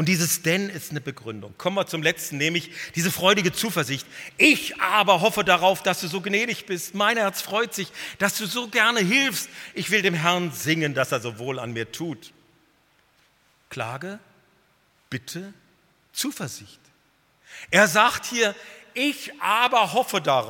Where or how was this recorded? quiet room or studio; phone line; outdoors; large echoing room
large echoing room